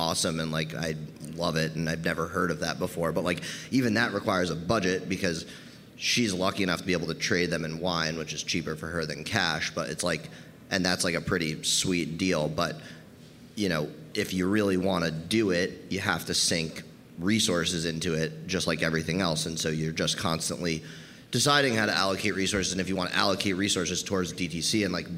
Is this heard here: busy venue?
yes